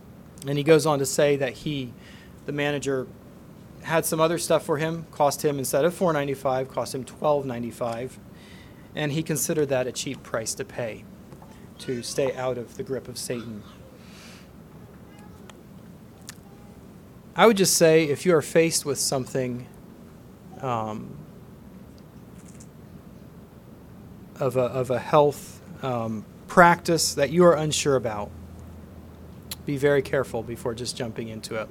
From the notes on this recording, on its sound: Message preached at Word of Hope